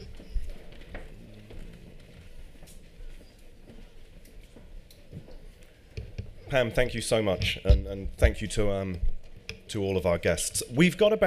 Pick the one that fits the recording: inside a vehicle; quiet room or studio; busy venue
busy venue